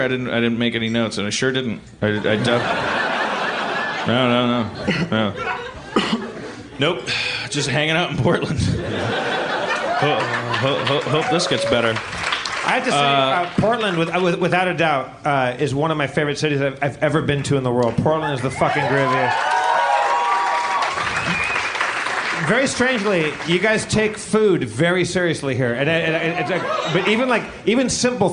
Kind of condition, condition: setting, live audience